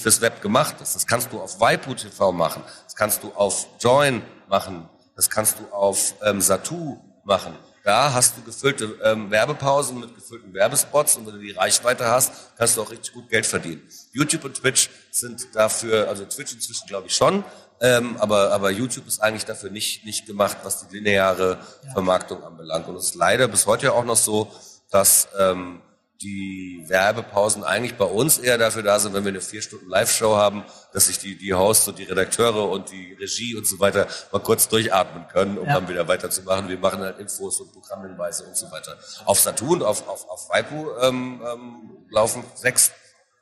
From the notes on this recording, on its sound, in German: OMR 2023 Live. Der Spielekeller hat seine erste Live-Aufnahme.